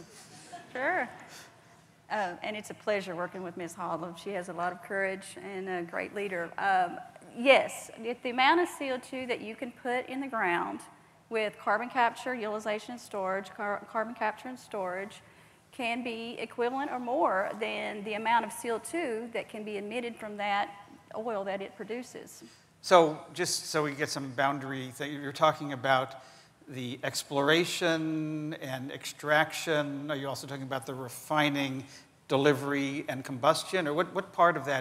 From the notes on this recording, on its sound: The best of live interviews from GreenBiz events.